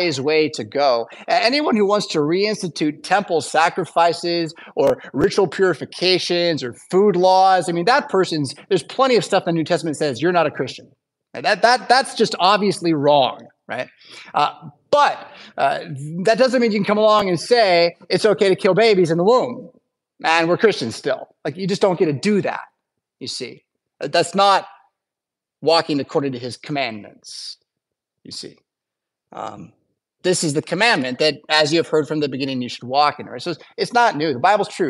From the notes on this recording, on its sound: Preached at St Paul Lutheran Church , Rockford, Illinois on Wednesday December 20th, 2023.